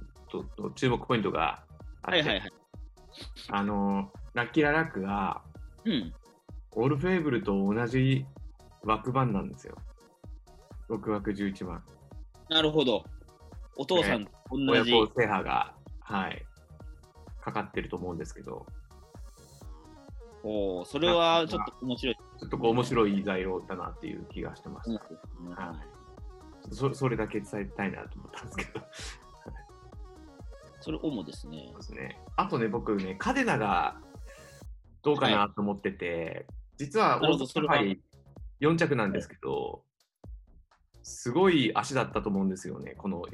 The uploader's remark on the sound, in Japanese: ZOOM収録のため、聞き取りにくい箇所がございます。